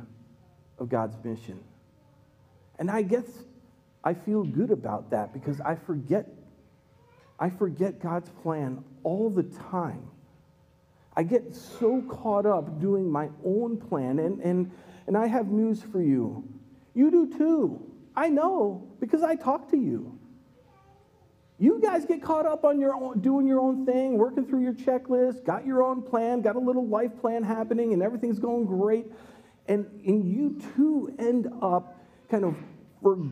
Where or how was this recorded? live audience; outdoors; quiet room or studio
live audience